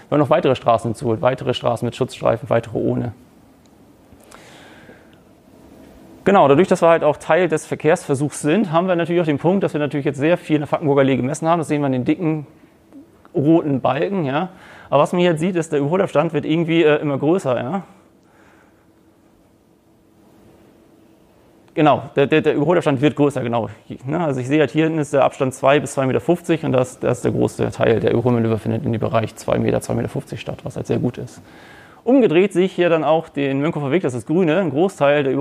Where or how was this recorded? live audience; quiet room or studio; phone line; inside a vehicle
live audience